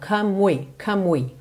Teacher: Você já sai do M, do come, para o som do W.